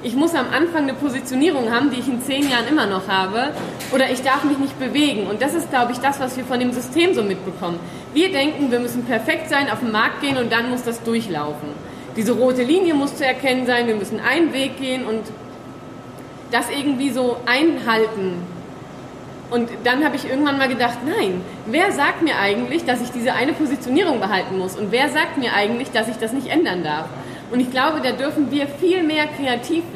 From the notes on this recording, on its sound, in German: Live-Mitschnitt vom Sidepreneur Meetup Frankfurt. Wir haben die Panel-Diskussion von vier Sidepreneuren aufgenommen.